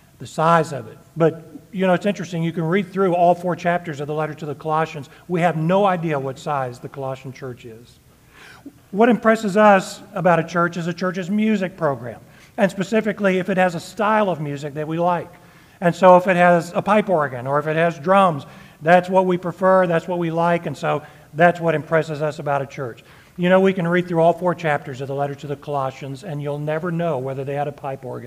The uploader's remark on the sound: Sermon delivered on Sunday, June 25, 2023 at Hillcrest Church, Austin, TX.